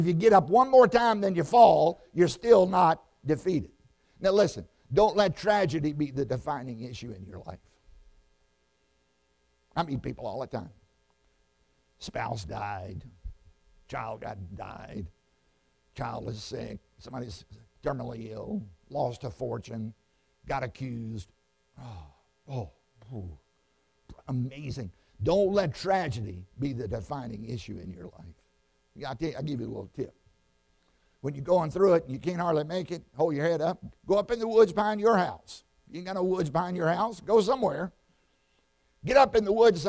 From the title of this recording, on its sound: Sun AM Service